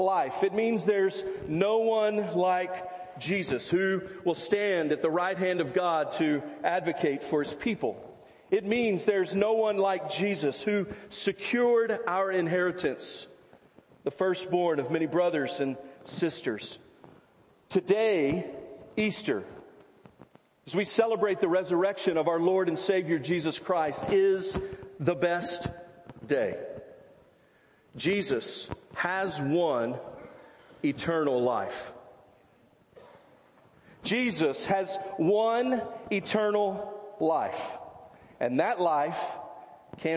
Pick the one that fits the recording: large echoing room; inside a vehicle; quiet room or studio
large echoing room